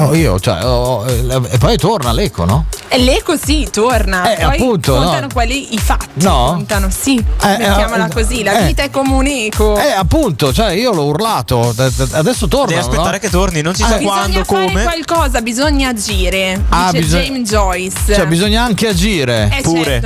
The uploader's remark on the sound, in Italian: Sempre in diretta dalla vetrina fai Lynk & Co in corso Venezia 6 a Milano. Dalla fiera di Barcellona.